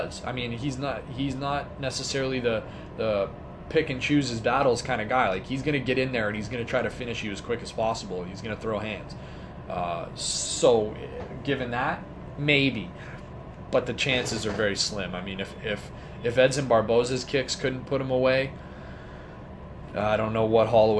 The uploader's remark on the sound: At an undisclosed location and is a little shorter than usual. Had to record this off a cell phone so hopefully its clear enough that you enjoy.